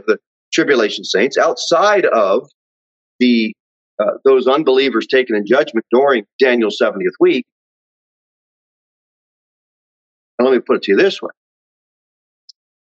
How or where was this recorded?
large echoing room